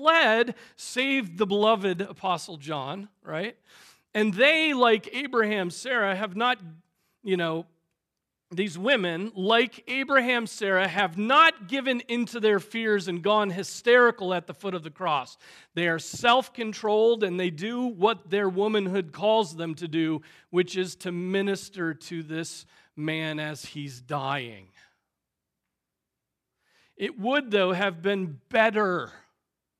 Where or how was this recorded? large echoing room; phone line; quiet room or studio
large echoing room